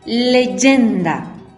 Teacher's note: Cargamos en la sílaba yen.